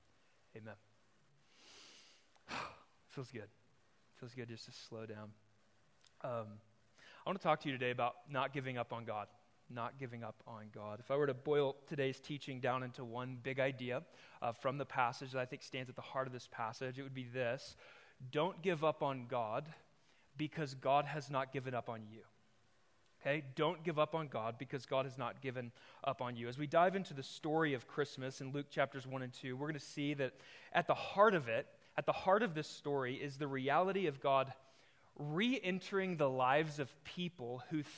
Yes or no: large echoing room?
yes